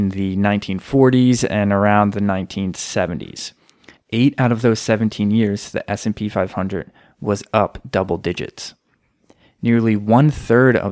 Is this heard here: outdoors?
no